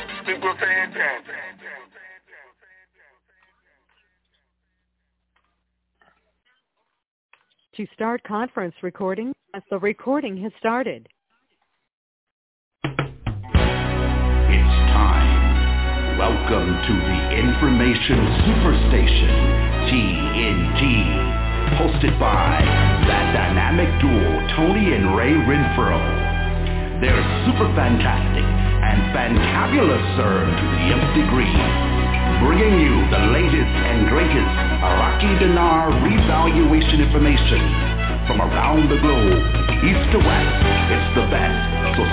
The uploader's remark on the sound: TNTSuperfantastic Conference Call